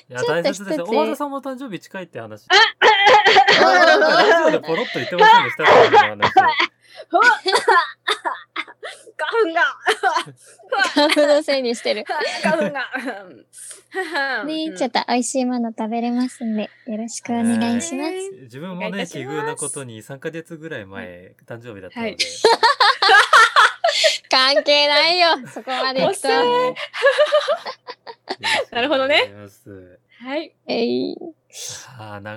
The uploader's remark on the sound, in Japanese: リモート収録のため若干音量にばらつきがあります。特にイヤホンのときは気を付けながら聞いていただければと思います。